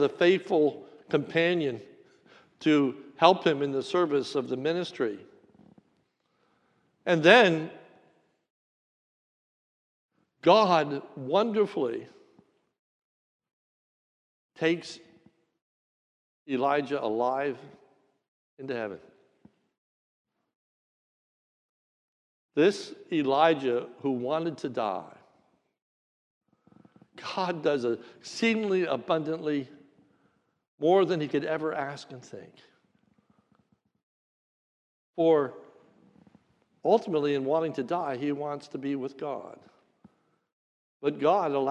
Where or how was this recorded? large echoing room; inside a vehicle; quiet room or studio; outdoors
large echoing room